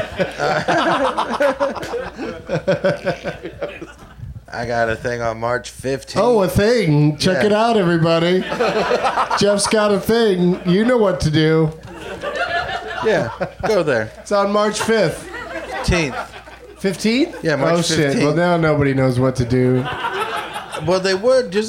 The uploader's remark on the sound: Live from the UCB Franklin Theatre